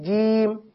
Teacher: یہ تو درست ادائیگی ہے زبان کا درمیان اور تالو کا درمیان